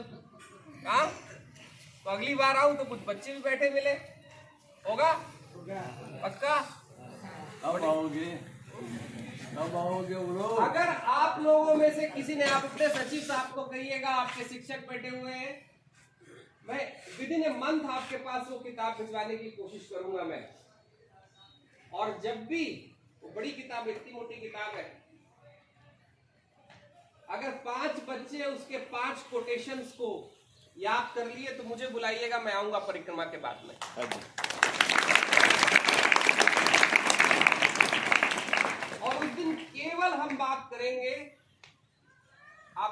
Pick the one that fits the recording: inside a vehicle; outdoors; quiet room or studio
outdoors